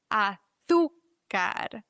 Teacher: Dann haben wir auf dem U noch einen Akzent, das heißt, die Silbe wird betont.